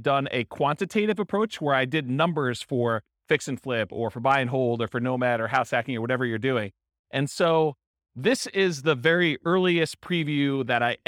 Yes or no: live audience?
yes